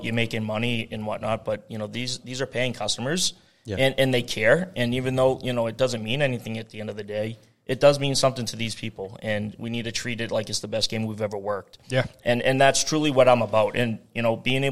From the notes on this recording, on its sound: Live on location from the Flyers Training Center during our Winter Classic 2024 tournament weekend